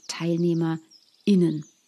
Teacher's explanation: Ein zweiter Punkt ist für viele dieser Glottisschlag. Das ist quasi die gesprochene Pause zwischen dem Teilnehmer und dem Innen, also der männlichen und der weiblichen Form, wenn ich also nicht von Teilnehmerinnen und Teilnehmern spreche, sondern sage TeilnehmerInnen.